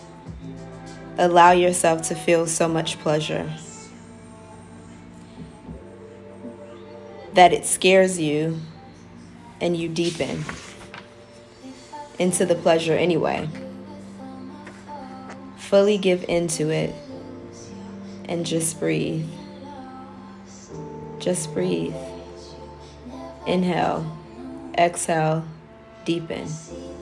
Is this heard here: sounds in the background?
yes